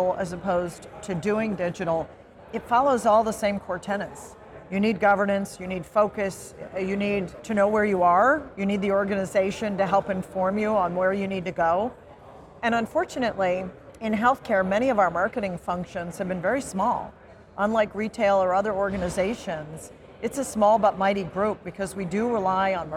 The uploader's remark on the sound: It’s an Interview in Action live from CHIME.